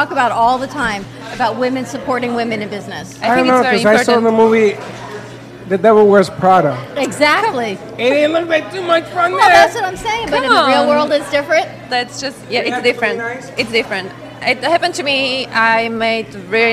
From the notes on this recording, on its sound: Join us for some Pizza Fun from the Pizza District in Boca Raton Florida. We had a huge crowd and made many new friends.